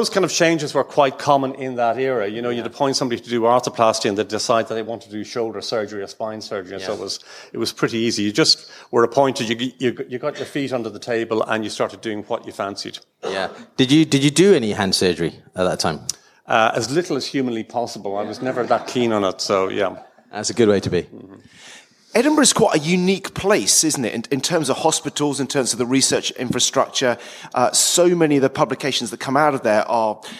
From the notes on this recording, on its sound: Join us for this special LIVE edition of the Orthohub STORIES podcast. Recorded at the annual BOTA 2023 Congress.